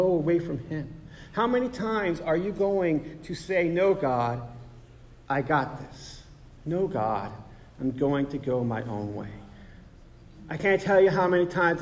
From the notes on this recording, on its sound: At The Salvation Army Augusta Kroc.